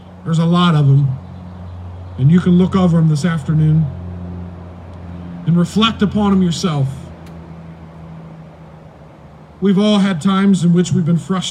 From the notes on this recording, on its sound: At the Tarrant Bible Methodist Church drive-in service.